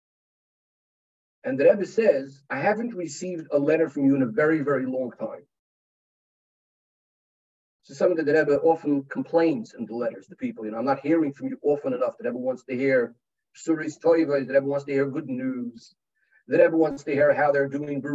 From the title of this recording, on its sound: Pre Yud Shvat Zoom Farbrengen